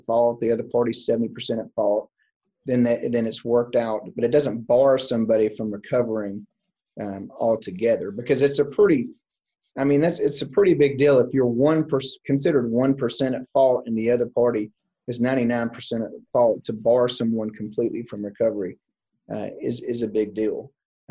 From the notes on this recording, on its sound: This episode was originally recorded as a Virtual Seminar on January 12, 2021.